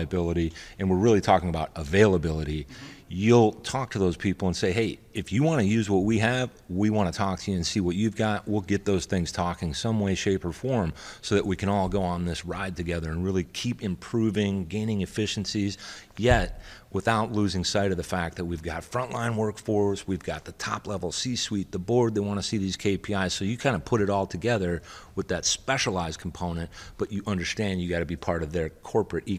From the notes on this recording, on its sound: from the Reliable Plant Conference 2023 in Orlando